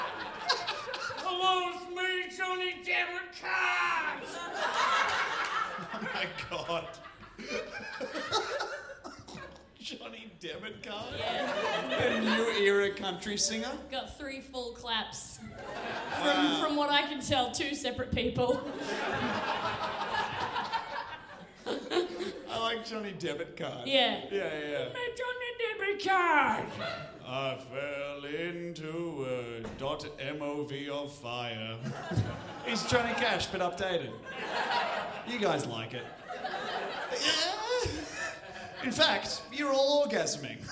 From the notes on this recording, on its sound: MELBN LIVE SHOW. This is our live episode from Melbourne.